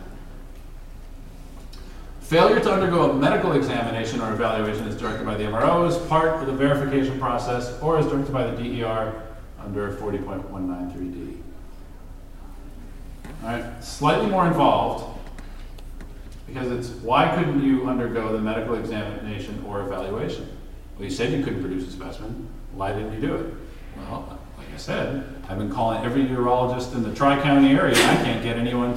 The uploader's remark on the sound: Today, we are at the 13th Annual FTA Drug and Alcohol National Conference.